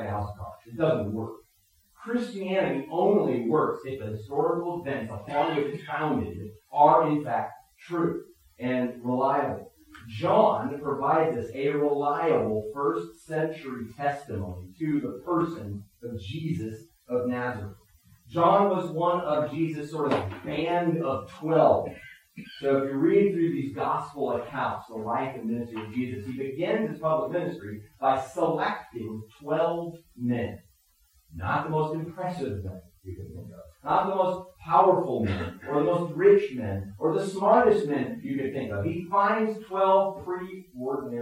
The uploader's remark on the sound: Technical difficulties affected the quality of this recording.